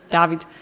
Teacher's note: Ich sage nämlich, ich habe die Betonung auf dem A, glaube ich, nämlich David.